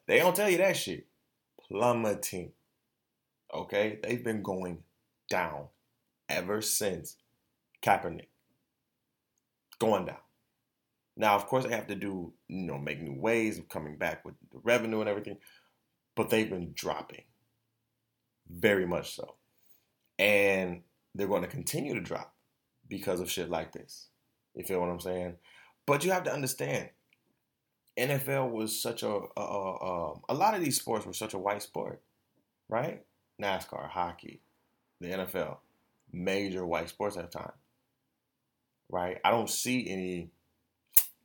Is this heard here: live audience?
no